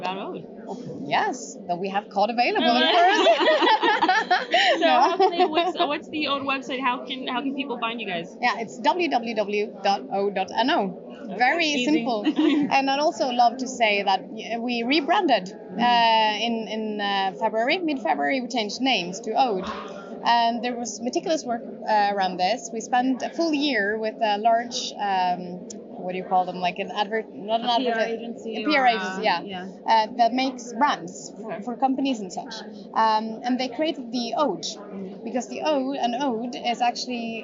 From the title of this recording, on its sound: Live From Seafood Expo Global